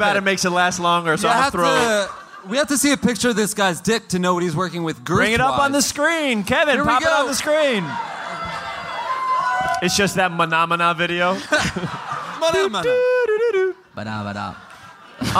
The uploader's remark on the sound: Live in Austin